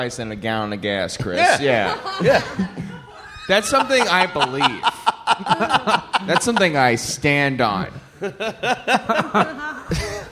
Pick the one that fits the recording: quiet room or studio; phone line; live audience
live audience